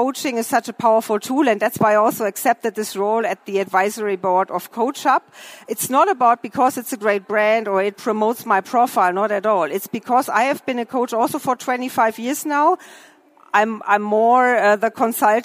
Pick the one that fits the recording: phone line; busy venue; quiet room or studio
busy venue